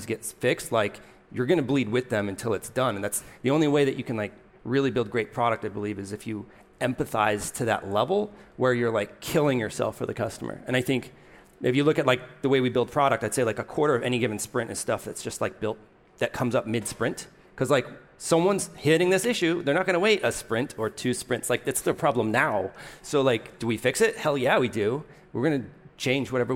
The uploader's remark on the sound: At the Seattle stop of the Inside Intercom World Tour. A panel of founders from local startups.